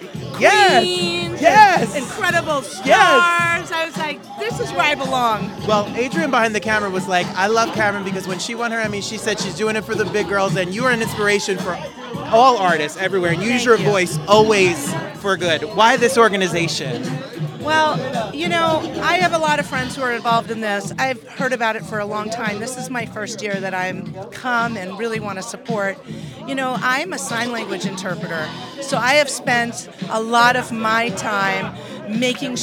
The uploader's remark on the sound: Live on the red carpet!